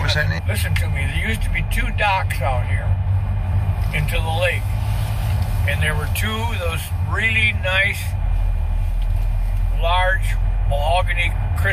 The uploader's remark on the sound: Catawba Island Driving Tour